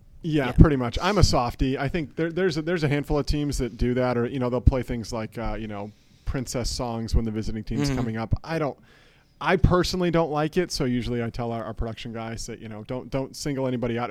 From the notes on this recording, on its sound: LIVE FROM ODERN WOODMAN PARK. It's a 35 degree with a light dusting of snow Thursday in the Quad Cities. We are live in a suite at Minot League Baseball's Best Ballpark, Modern Woodman Park.